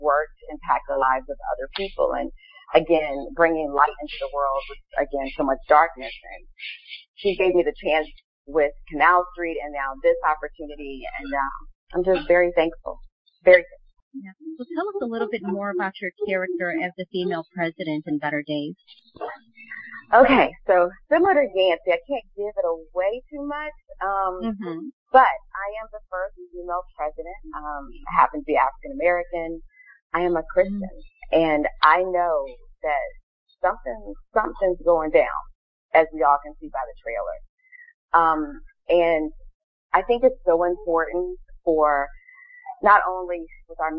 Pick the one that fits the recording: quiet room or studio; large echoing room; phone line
phone line